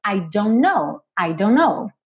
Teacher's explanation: o T do don't não aparece